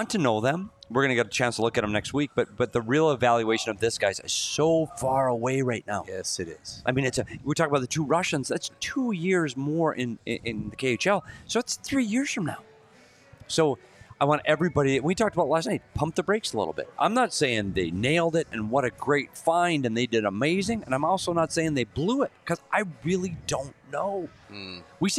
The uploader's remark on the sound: live from Love & Exile in Nashville